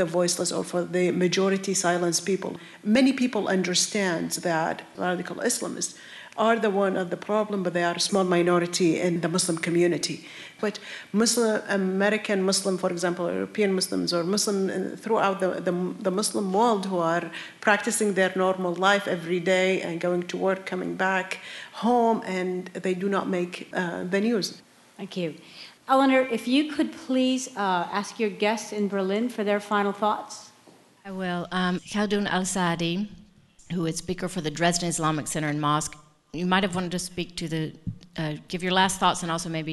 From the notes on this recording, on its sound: America Abroad teamed up with NPR Berlin for a live town hall event, bringing together audiences at WHYY in Philadelphia and the German Council on Foreign Relations in Berlin, Germany.